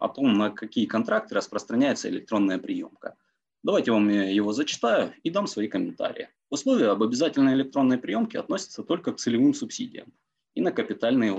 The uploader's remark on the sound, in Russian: Zoom-подкаст